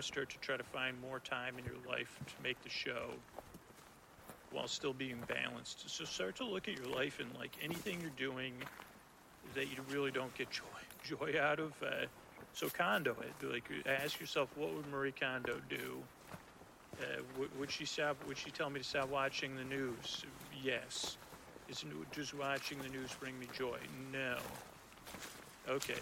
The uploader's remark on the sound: Forest Walk Live. With sound design and music.